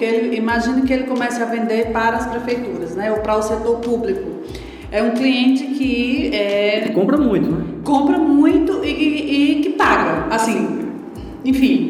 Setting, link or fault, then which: setting, live audience